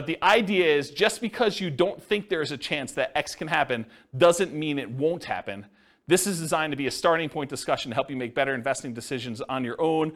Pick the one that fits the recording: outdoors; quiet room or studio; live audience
live audience